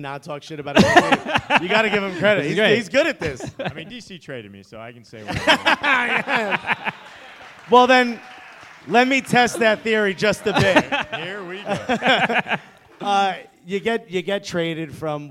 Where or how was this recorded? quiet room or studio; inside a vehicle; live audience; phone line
live audience